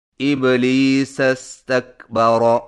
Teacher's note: ابلیس استکبر کو ملا کر یوں پڑھیں گے، ابلیس استکبر، یعنی استکبر کا حمزہ گر جائے گا